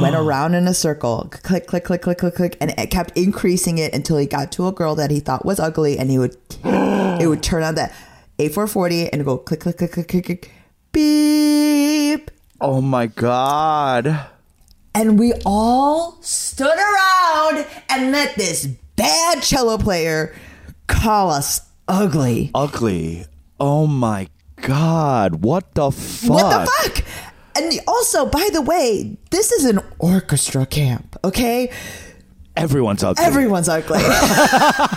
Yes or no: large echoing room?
no